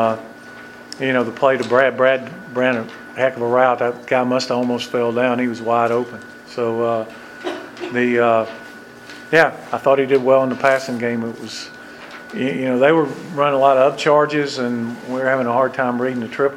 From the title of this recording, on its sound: Press Conference (Miami)